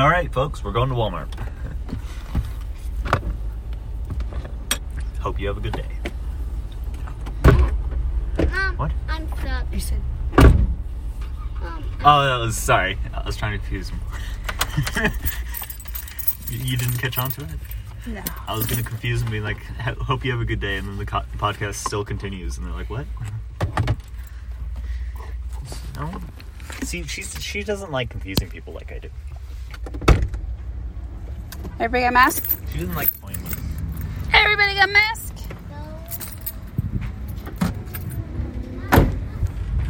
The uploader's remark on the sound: Car Ride. Not know we were recording!!